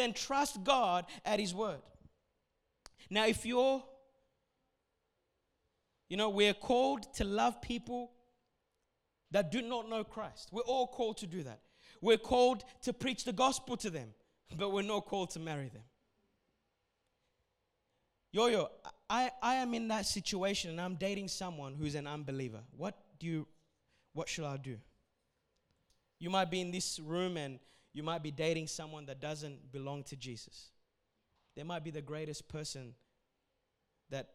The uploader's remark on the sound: A message recorded at Revive Church Melbourne Australia during the 1:30pm Adults Service